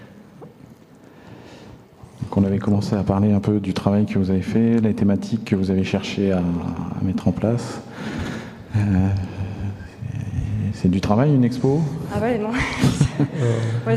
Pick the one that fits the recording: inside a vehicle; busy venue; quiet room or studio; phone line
busy venue